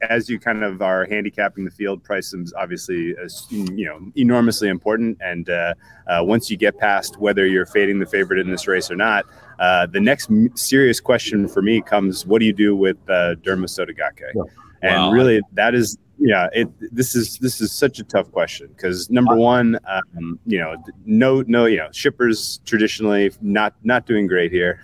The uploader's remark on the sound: Live from Churchill Downs